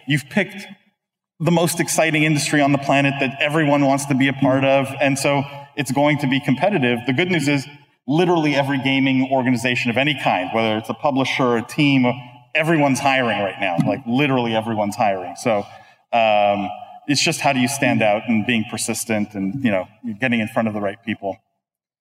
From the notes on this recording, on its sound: We come to you live from the PAX East 2022 conference in Boston, Massachusetts. Where we hosted the most stacked esports industry panel.